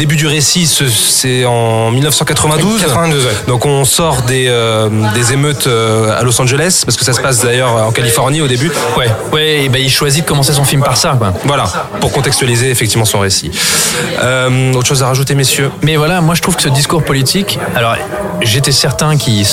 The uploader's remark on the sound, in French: Enregistré au Hurling Pub (8 Rue Descartes, 75005 Paris), le vendredi 09 février 2018.